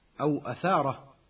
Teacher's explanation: الهمزة من كلمة أو ومن كلمة أثارة من حروف الاستفال التي يجب ترقيقها · Term: بالترقيق